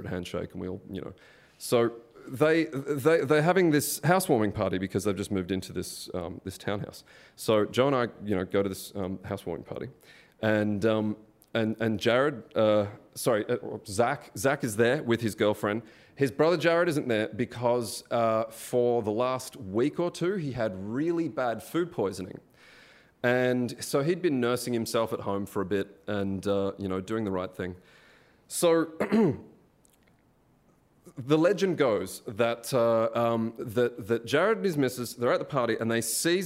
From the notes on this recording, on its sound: AUCKLAND ISSUE. In front of a live audience.